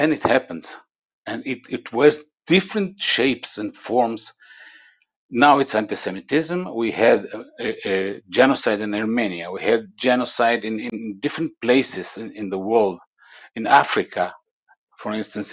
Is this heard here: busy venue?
no